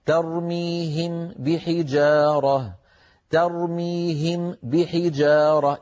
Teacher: أطبق شفتي للميم ثم أعود فأطبقهما مرة أخرى لمين؟ للباء، فيصير النطق ارتفاعتين